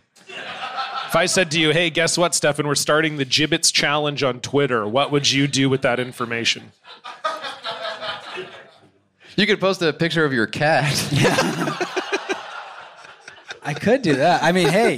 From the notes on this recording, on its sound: On the very first live edition of Blocked Party. In Vancouver for a show in front of 110 of the podcast's finest fans. Having a live audience there.